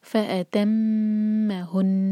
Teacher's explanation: پر زور دیں گے بی کلمات فأتمهن آ پر زور اور نون شدہ پر جب ہم رکتے ہیں تو نون کو پھر ایکسٹرا ٹائم دینا ہوگا شدہ کو واضح کرنے کے لیے ہن کہہ کے نہیں رکنا · Term: غنہ